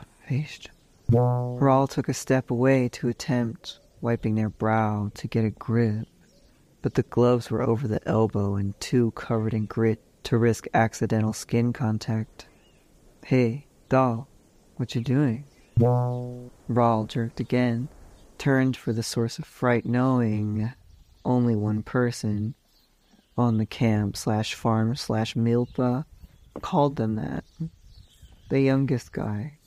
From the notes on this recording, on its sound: Samples aplenty, plus a sweet Philly field recording for the homesick. Making this episode also got me experimenting with so-called AI tools that do things like transcribe and “professionally” EQ audio.